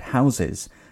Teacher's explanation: in the word houses, the stress is on house rather than es. Houses just sounds odd.